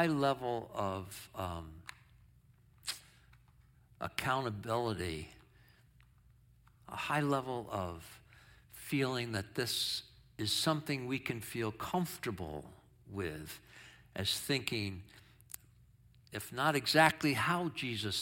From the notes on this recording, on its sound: Sermon from our worship service on 8/6/23. Streamed live on video from our campus in Westlake Village, CA.